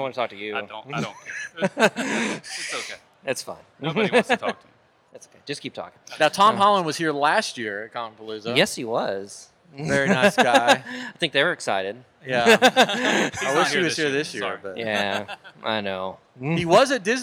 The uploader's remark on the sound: Live at Comicpalooza 2019